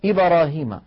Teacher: في إبراهيم مثلا يقولون إبراهيم، الباء تميل إلى الفتحة · Term: القلقلة